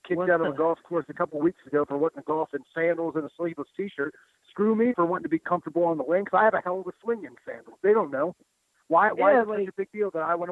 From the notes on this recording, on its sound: This is the full audio from Impact Wrestling's July 12, 2018 media call